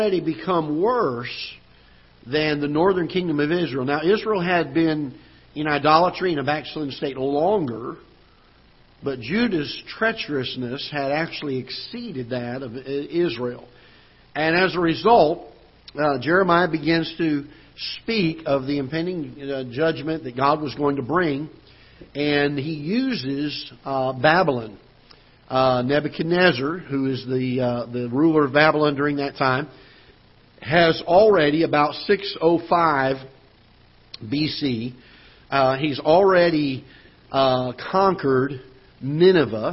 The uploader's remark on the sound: Ketha Heights Baptist Church ~ Live Broadcast